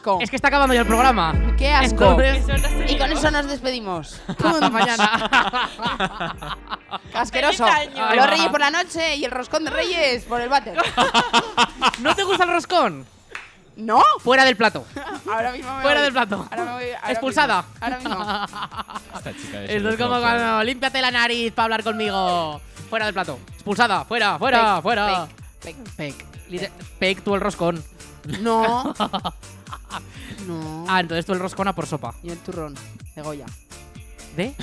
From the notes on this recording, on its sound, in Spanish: nos hemos tomado las 'pre-uvas' en directo desde nuestra particular Puerta del Sol, en la Plaza del Jardín de La Almunia